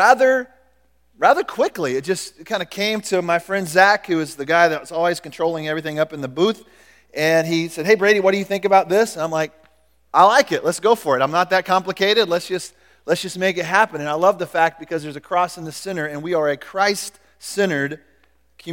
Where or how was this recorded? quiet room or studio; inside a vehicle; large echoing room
large echoing room